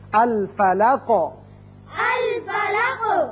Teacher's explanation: الفلق قاف حروف مستعلیہ میں سے ہے اور حروف قلقلہ میں سے بھی ہے، جب اس پر وقف کریں گے قاف ساکن ہوگا تو اس کی صفت قلقلہ ادا ہوگی